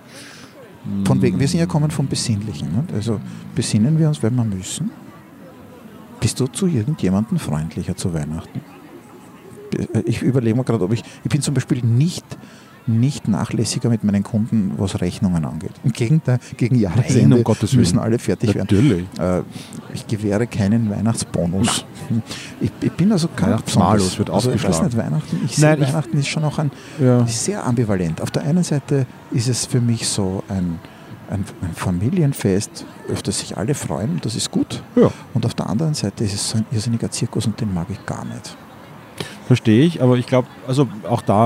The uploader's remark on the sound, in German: Live vom Wiener Christkindlmarkt.